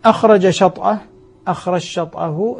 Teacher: الجيم في الشين فتصبح شينا مشدد، وهذا معنى قوله قد تثقل، يعني أدغم، والإدغام يقتضي التثقيل، والتثقيل نعم.